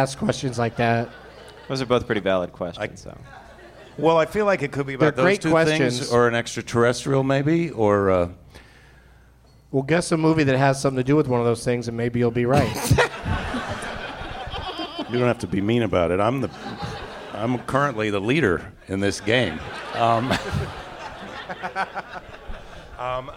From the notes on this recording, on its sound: Live from the Helium Comedy Club in Portland